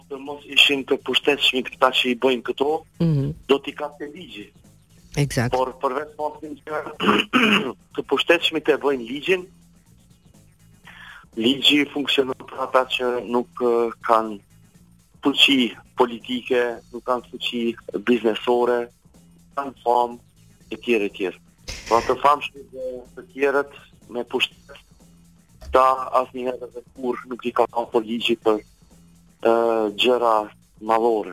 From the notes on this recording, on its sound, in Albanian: I ftuar nëpërmjet një lidhje telefonike për “Live From Tirana”